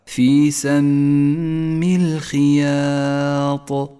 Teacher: الخاء مكسورة تفخم بأدنى المراتب والألف مرققة لأن حرف الياء مرقق والطاء مفخمة